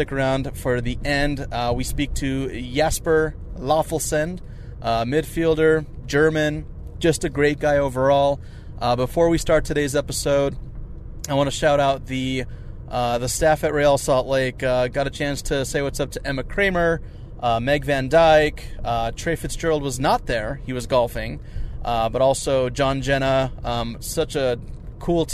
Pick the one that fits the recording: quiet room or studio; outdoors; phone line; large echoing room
outdoors